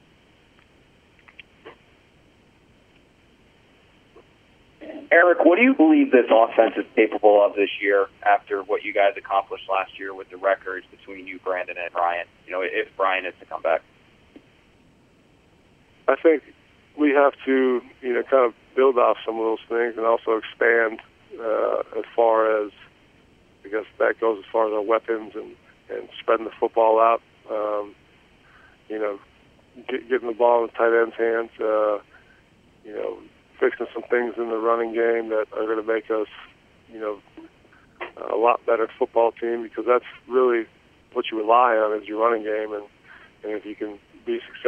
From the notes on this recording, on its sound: Conference Call. Jets WR Returns to the Facility and Speaks with the New York Media.